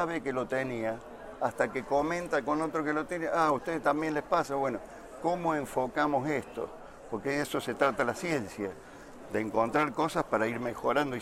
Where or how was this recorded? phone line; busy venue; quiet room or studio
busy venue